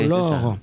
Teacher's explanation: Le premier O de or, il est long. · Term: le O long